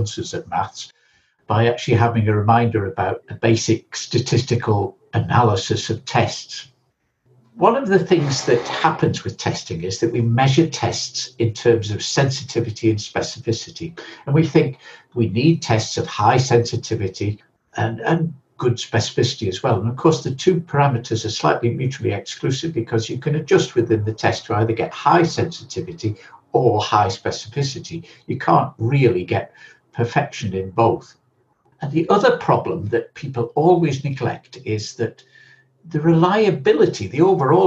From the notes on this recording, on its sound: Podcast edited from a live webinar.